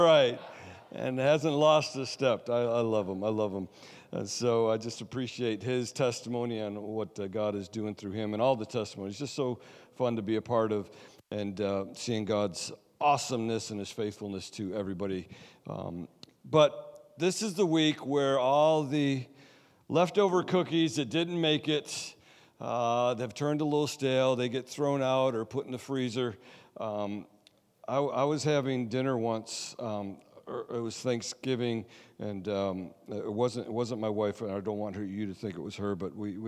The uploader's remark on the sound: Sunday Service Recording